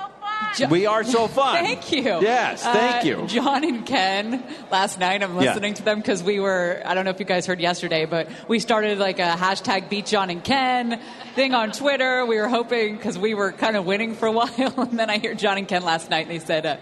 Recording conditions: busy venue